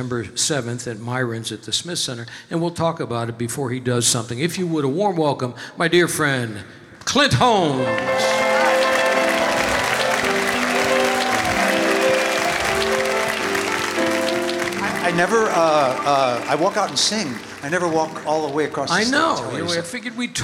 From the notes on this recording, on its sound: Live at the South Point Casino